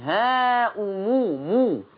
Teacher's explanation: ما تقفش على الميم لما بتقفي عليها بتشدديها مو على طول ضمي ها مو مو فيقول ها أم اقرأوا